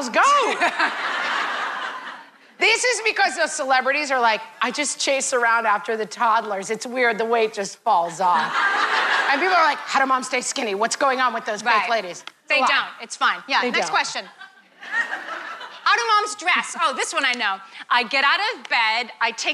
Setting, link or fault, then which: setting, live audience